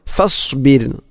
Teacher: റായിനെ കനപ്പിച്ചുകൊണ്ട് ഒരിക്കലും അങ്ങനെ പറയരുത്. ഫസ്ബിർ, റായിനെ തർക്കീക്കാണ് അഥവാ നേർപ്പിച്ചുകൊണ്ട് ഉച്ചരിക്കണം